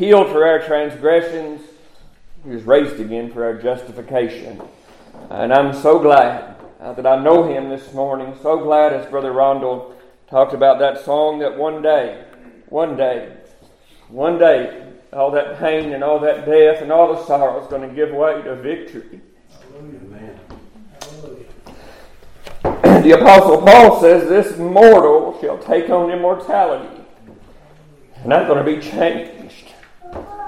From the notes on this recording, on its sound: Preached at Summer Shade Missionary Baptist Church Sunrise Service